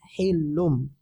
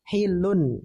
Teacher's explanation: di tanwin ketemu ba itu ikhlab ya · Shown in: first take · Hilum, maka kita baca hilum ya, jangan dibaca hilun.